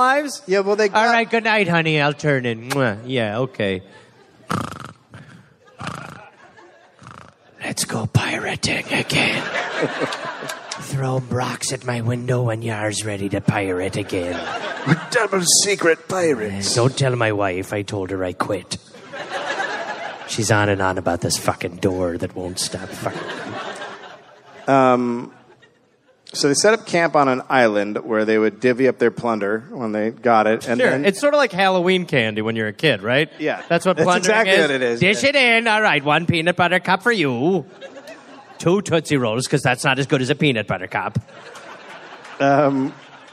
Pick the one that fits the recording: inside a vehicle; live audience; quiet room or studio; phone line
live audience